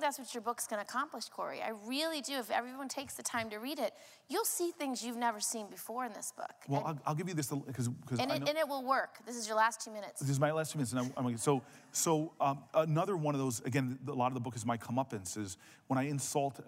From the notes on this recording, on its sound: The conversation was recorded on Feb 21, 2016 in front of a live audience at New York's 92nd Street Y.